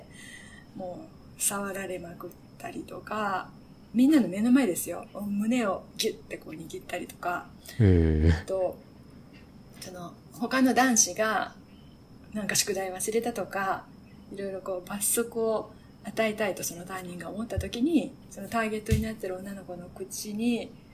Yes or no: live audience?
no